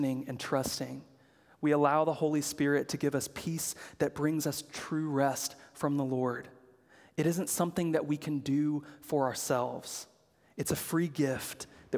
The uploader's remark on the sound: preached at Good Shepherd Oak Cliff